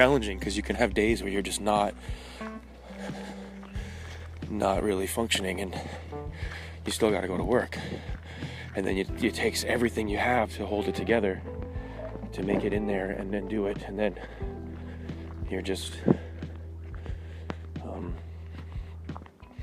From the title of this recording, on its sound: Talking While Walking in the Woods.